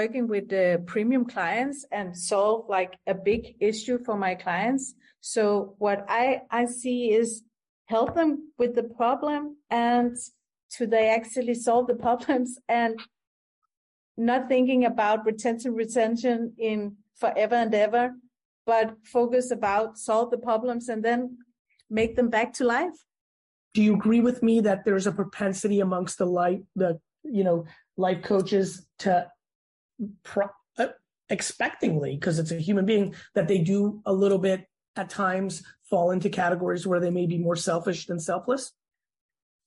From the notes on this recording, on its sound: sits down on Zoom